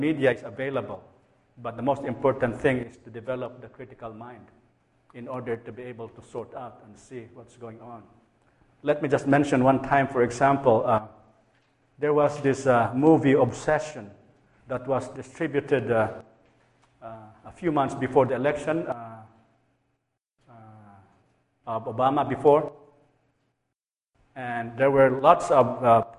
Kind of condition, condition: setting, large echoing room